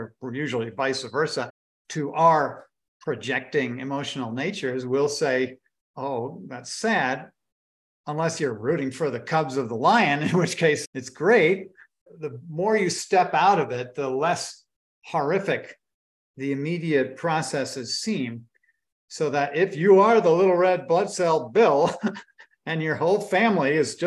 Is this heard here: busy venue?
no